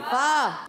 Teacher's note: فا کا مخرج ہے، فا ادا ہوتا ہے اوپر والے دانتوں کے کنارے جب نیچے والے ہونٹ کے تر حصے سے لگتے ہیں